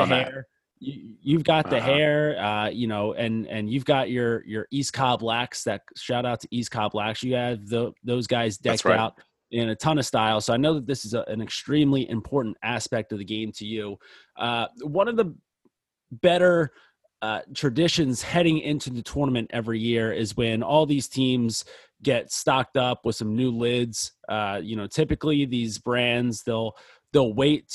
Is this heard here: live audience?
no